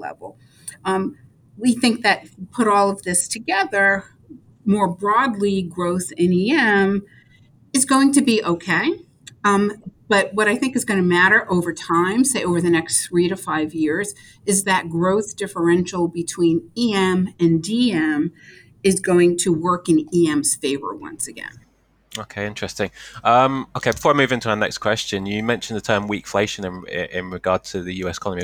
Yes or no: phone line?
no